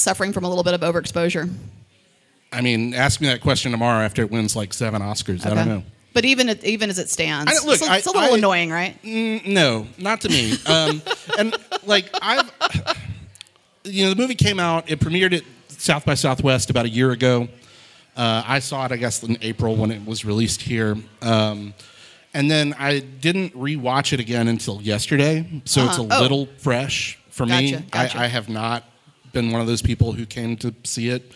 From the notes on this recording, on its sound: Live recording from the red/champagne carpet. Of the 2023 Academy Awards. Recorded & Edited by Boutwell Studios.